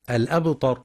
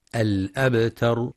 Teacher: وبعضهم يفخم التاء فيقترب لفظا من الطاء الأبطر، والصواب ترقيقها الأبتر، وينتبه القارئ لقلقلة الباء الساكنة.